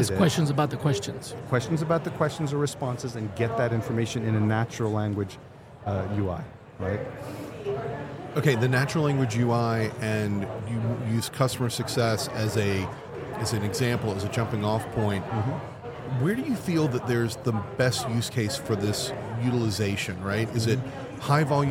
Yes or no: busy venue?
yes